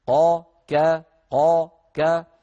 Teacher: القاف من مخرج والكاف من مخرج، لكن المخرجين متجاورين، فهما حرفان متقاربان، قا كا قا كا، كما قال إمامنا الجزري: والقاف أقصى اللسان فوق ثم الكاف أسفل